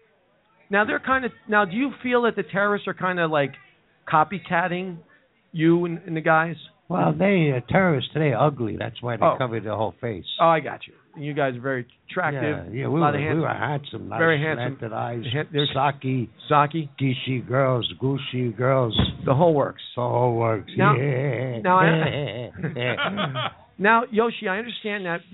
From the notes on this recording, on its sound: Live from the Oak Barrel in West Orange, NJ